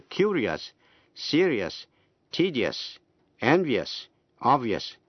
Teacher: phát âm là ears, hai âm tiết. Vì trước ears không có âm T, âm C hay âm X.